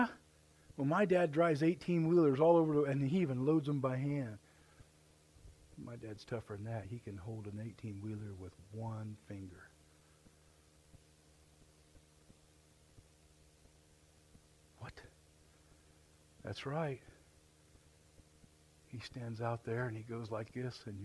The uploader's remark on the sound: The Message you are about to hear was recorded Live at The River Worship Center, Warsaw Indiana.